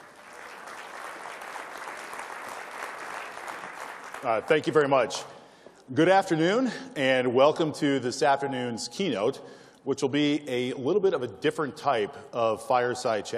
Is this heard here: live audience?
yes